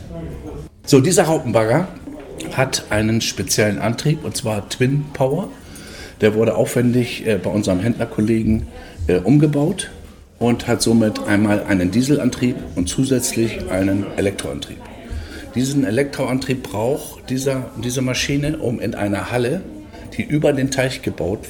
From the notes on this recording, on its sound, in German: LECTURA ist derzeit auf der Messe NordBau 2023 und berichtet über Neuigkeiten aus der Welt der Baumaschinen. Hören Sie sich unser Live-Gespräch mit Ausstellern.